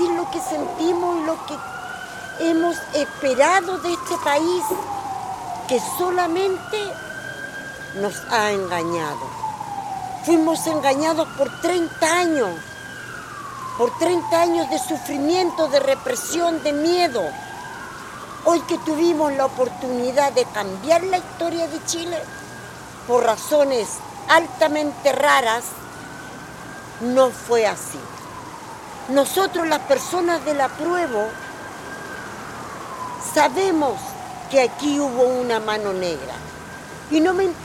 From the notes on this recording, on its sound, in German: Este son las entrevistas originales que grabamos el día 5 de septiembre 2022, el día después del rechazo de la propuesta por una nueva constitución, en la plaza dignidad en Santiago de Chile. Originalaufnahmen der Stimmen von der Plaza Dignidad in Santiago de Chile.